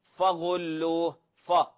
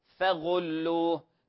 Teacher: إياك أن تفخم الفاء قبل الغين · Shown in: second take · الغين من حروف التفخيم الاستعلاء، ولا نقول فغلوه ف، لا فغلوه.